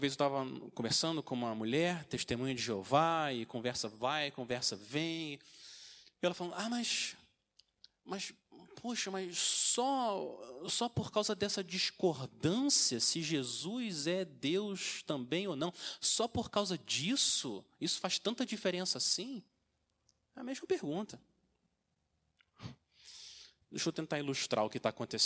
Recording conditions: large echoing room